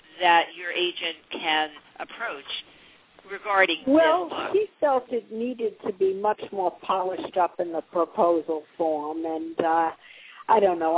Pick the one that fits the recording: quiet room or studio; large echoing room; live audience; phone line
phone line